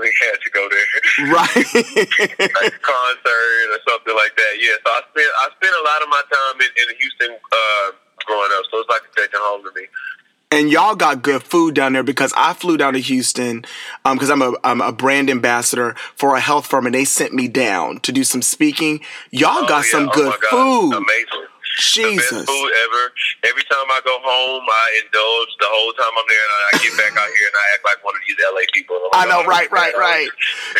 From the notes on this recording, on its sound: speaking over the phone